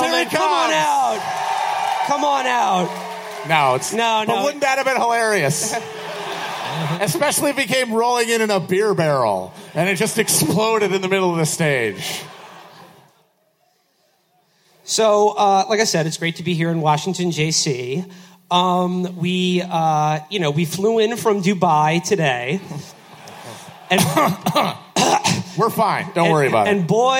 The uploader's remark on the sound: Live At DC's 9:30 Club. We had a magical evening in DC.